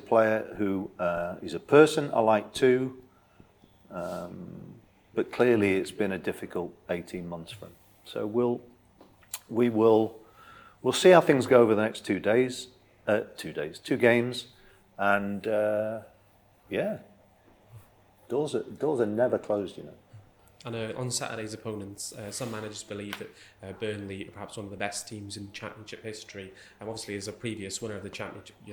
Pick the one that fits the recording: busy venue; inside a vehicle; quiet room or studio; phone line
busy venue